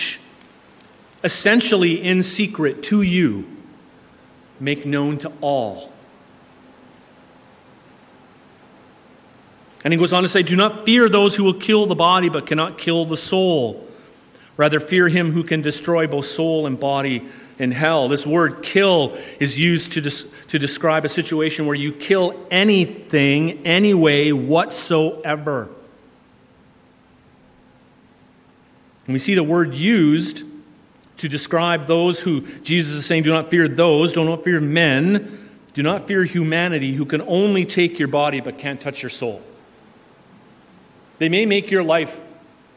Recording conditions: large echoing room